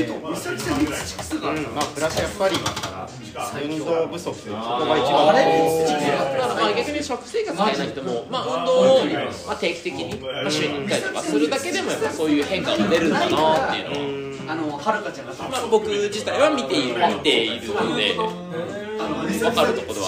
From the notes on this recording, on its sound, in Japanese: 雑音多め。忘年会会場での録音のため雑音が多めです。ホストの2人は若干酔っ払いながら話してます。